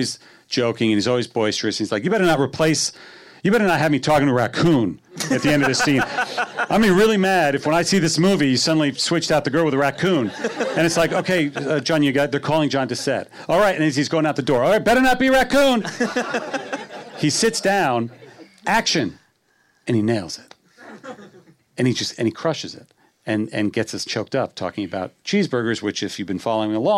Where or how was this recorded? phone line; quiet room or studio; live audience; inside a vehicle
live audience